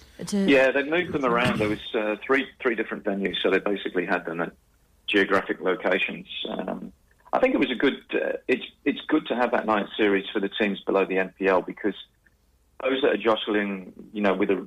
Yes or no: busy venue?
no